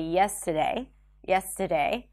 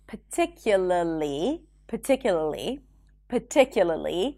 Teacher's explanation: You can drop the R in words like yesterday, and instead of saying yesterday, you can say yesterday, yesterday.